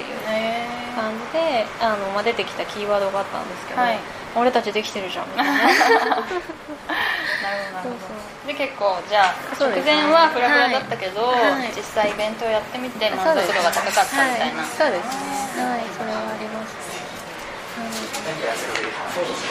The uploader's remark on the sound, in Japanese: 雑音ごめんね